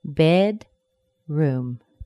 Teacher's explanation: Room has the vowel oo, which is a pure sound. It's not reduced, but it is lower than the primary stress. · compound noun, the primary stress falls on the first word. The secondary stress falls on the second word. Bedroom. Room has the vowel oo, which is a pure sound.